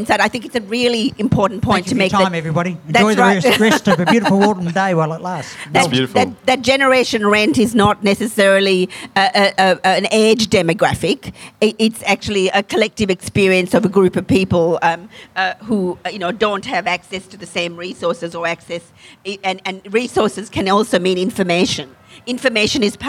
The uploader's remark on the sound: Tune in to this interactive open mic session, where you’ll hear the stories of other Melbourne renters.